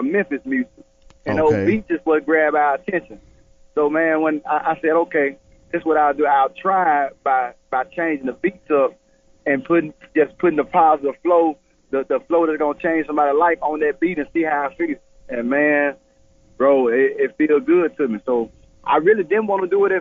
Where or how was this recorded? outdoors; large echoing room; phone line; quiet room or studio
phone line